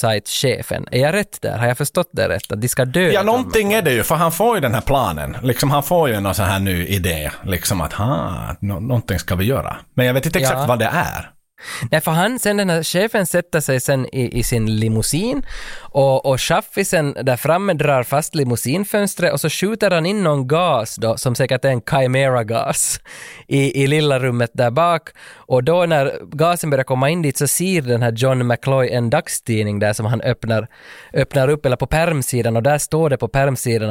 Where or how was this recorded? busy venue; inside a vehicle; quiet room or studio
quiet room or studio